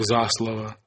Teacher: Циркумфлексовое ударение переносилось на предшествующий слог